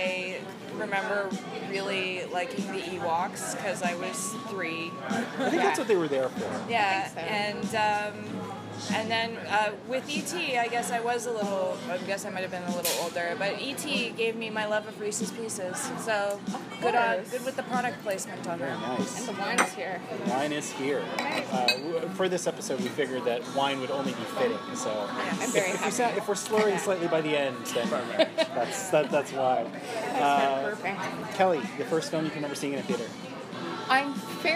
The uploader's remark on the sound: Ordinarily, I’d get my friends over to record in a more studio-like atmosphere, but it’s rare that these two guests and I gather so I felt like celebrating with a table for three. There’s a bit more ambient noise in this episode than usual, but never enough to be too distracting.